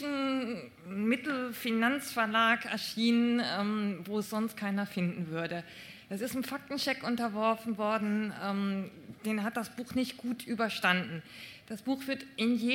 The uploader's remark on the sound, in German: im RP-Zelt beim Campfire-Festival in Düsseldorf